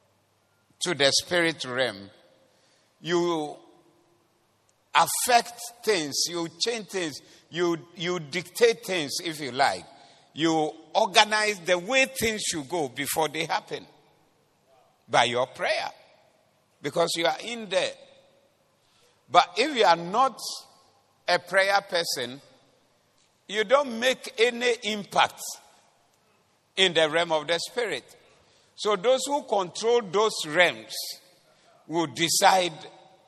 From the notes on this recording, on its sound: Preached at the Doxa Service 24092023